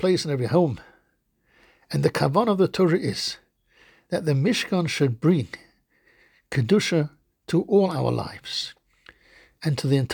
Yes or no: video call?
no